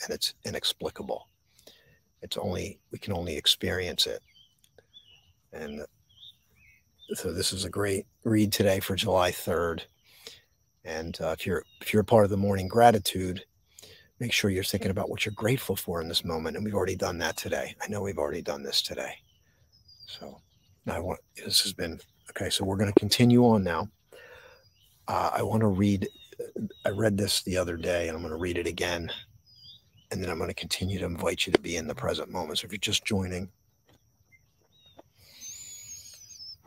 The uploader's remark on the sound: This Episode originally streamed live on location at Arney's Mount Trails - Columbus NJ. The audio from this podcast was taken directly from this live stream.